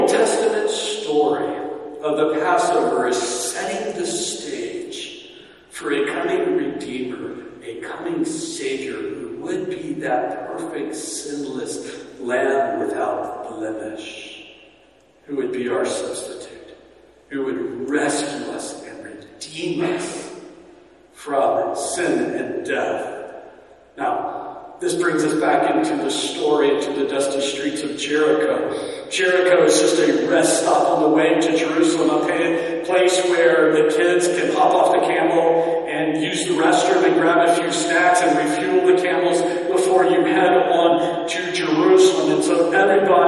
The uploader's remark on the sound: PLEASE EXCUSE THIS WEEK'S AUDIO QUALITY. WE EXPERIENCED SOME TECHNICAL DIFFICULTIES.